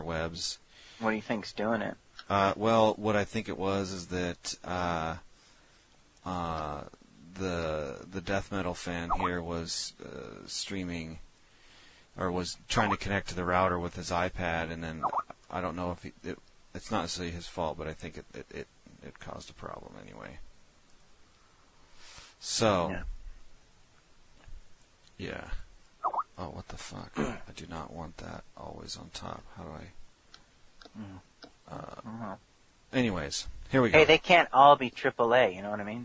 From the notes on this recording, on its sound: Prank Phone Calls